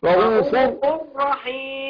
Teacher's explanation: إدغام هنا، هضغم نون التنوين بتاعت رؤوف، النون اللي بتنطق ولا تكتب بعدها الراء، هضغم نون التنوين في الراء ادغام بغير غنة، او رؤوفر، رؤوفر، رؤوفر رحيم.